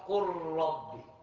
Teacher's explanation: فهذا عم يقول لك الادغام فيه حركة عملين. العمل الاول قلب الحرف الاول مثل الثاني لان اللام غير الراء نقلبها راء، والعمل الثاني انه ادغمناها فيها فصارت حرفا مشددا قل ربي.